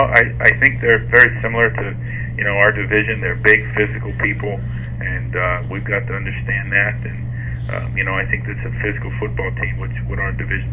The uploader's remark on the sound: Conference Call. Speaks to the New York Media.